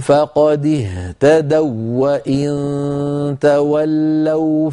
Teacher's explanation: يكون النطق بواو مشددة · Term: إدغام الواو في الواو